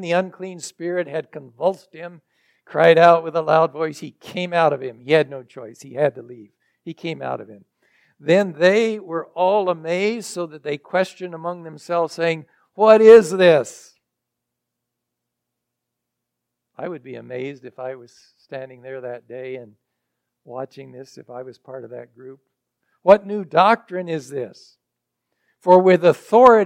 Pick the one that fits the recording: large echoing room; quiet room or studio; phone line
large echoing room